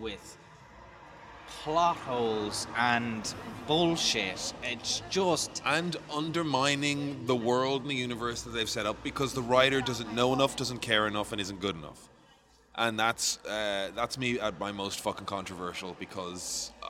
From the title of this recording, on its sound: Live From The Royal Mile